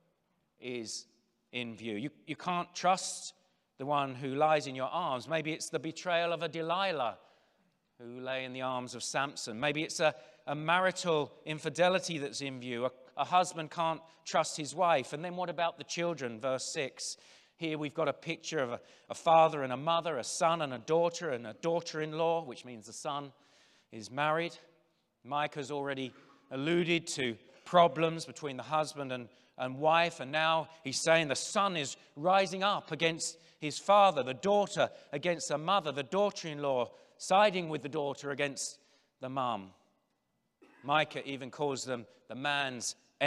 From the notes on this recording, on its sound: General Session IV from the 2023 Shepherds 360 Conference